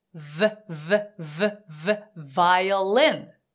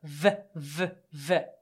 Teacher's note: v, v, v, v,violin。はい、ここで。いいですか今の位置は、実は F の位置と唇と歯の関係が全く一緒で、上の歯が下の唇に乗ってるだけなんですね · Term: V の音